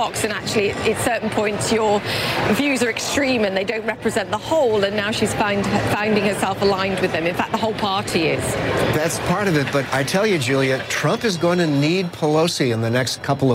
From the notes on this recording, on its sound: Live from the New York Stock Exchange.